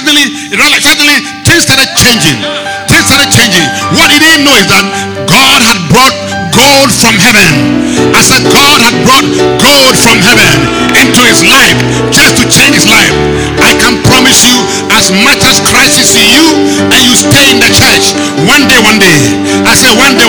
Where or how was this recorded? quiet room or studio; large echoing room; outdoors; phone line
large echoing room